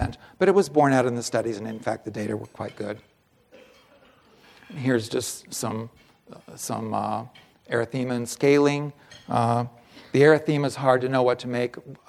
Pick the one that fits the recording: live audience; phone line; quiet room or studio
live audience